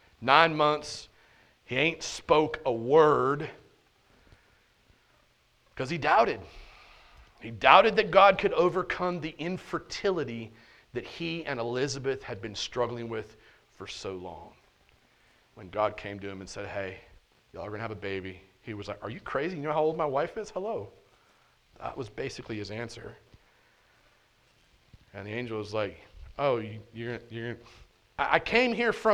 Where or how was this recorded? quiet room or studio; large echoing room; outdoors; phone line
large echoing room